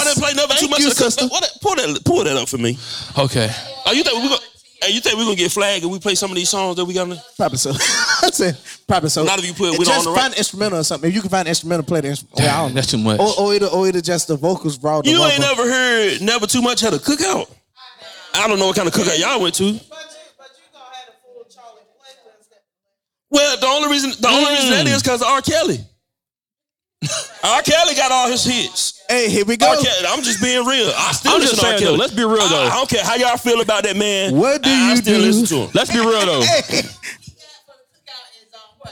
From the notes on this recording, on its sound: BAYB LIVE SHOW!!! The bruhs first live show!!!!